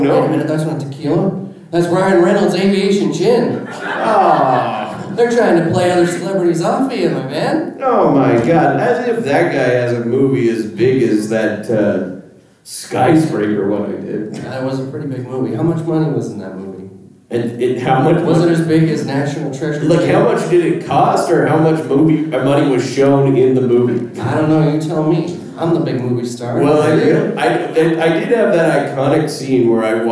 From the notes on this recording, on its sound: Calgary Expo 2023 LIVE. Are live from Calgary.